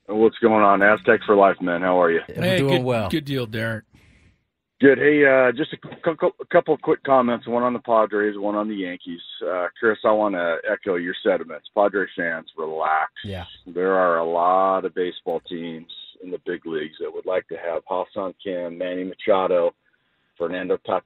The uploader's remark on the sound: more phone calls